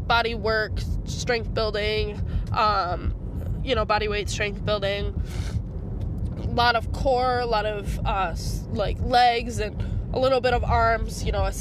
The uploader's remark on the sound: Audio journaling in my car